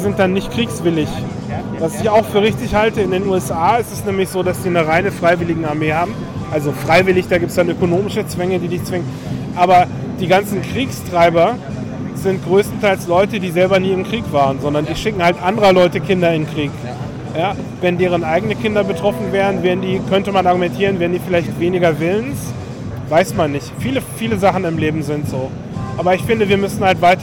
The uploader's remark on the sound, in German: Chaos Communication Congress (35c3) in Leipzig aufgenommen.